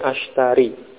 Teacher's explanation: Sehingga ya-nya dihilangkan. Ya yang akhir pada ashtari dihilangkan. Maka dibaca pendek